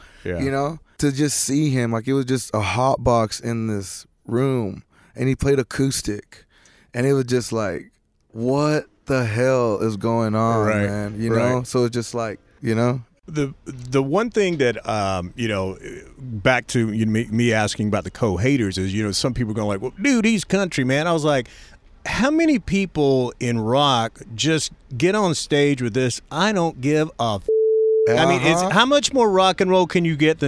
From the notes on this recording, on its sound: limo on Congress Avenue in Austin, TX at the historic Paramount Theatre